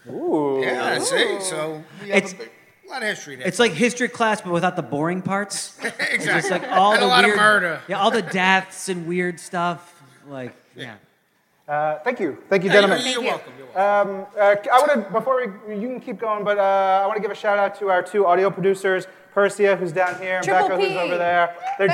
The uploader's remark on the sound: Live from New York Comic Con